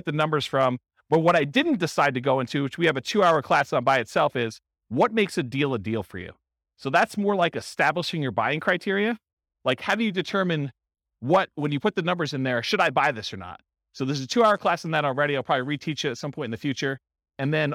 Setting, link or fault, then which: setting, live audience